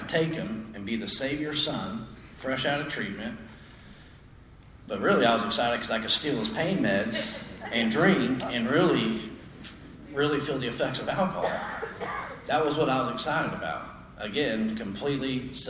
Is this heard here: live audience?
yes